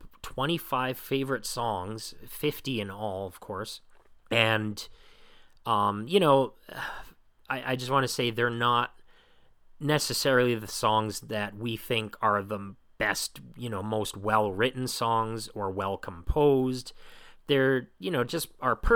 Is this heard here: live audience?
no